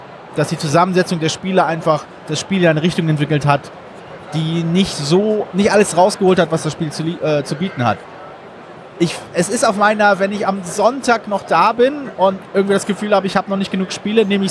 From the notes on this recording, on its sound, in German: Live am Donnerstag von der Spiel 2019